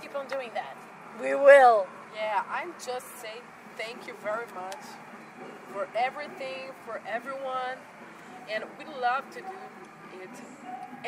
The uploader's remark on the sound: Interview at Summerrock Festival Belgium.